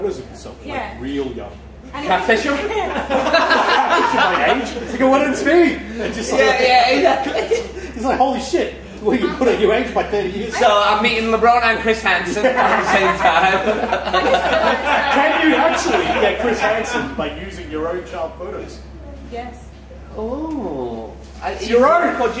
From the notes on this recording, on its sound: Live from Grassroots Comedy Club.